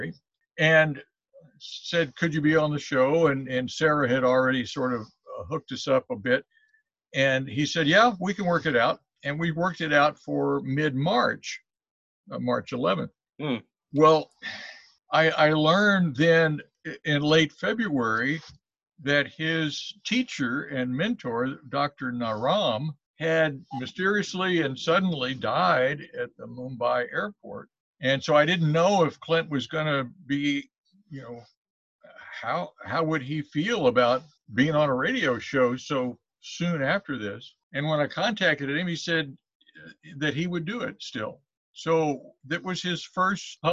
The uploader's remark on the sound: This podcast was recorded via zoom.